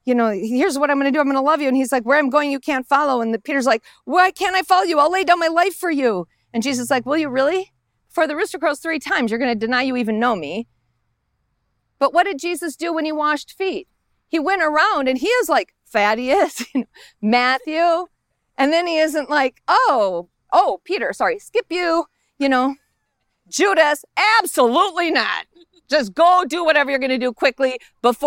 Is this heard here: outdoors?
yes